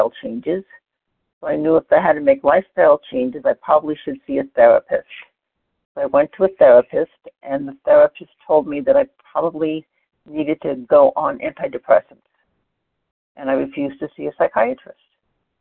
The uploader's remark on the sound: 100 Pounders Phone Meeting, 7/18/23